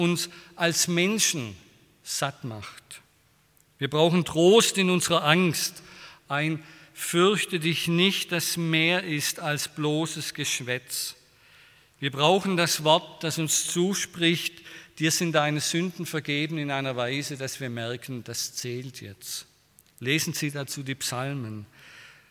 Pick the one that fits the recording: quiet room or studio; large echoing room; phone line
large echoing room